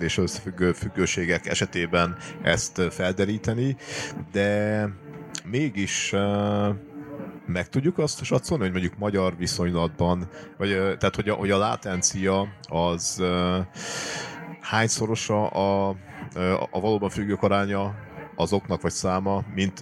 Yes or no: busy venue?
yes